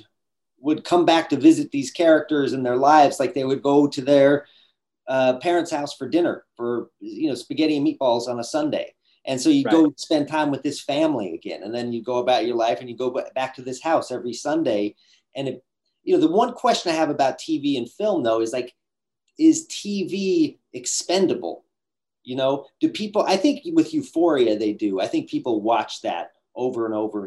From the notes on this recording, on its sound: in a spoiler-filled virtual Q&A